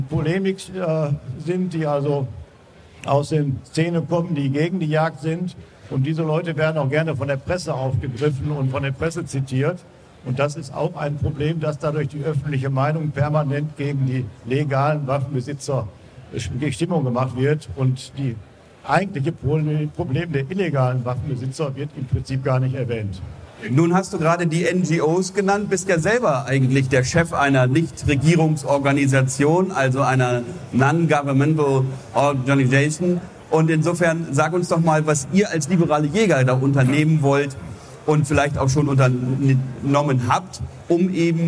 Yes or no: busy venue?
yes